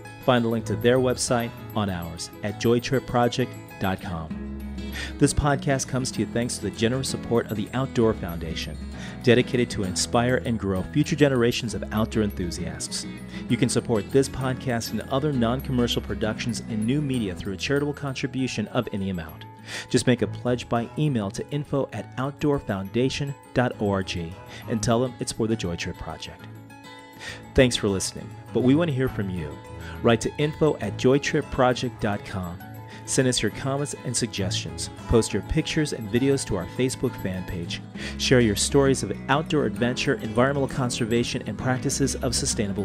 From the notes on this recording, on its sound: Yosemite Valley California. I’m walking with my recorder along a wooded path. Ahead of us is Yosemite Falls, a massive flowage of water running white and fast, churning with melted snow from the high country upstream.